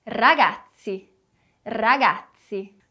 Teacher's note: Quase como um som de T e S juntos.